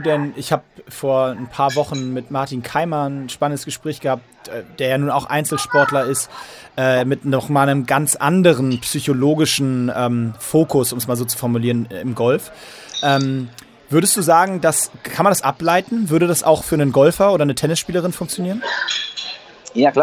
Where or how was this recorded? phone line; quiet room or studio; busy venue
busy venue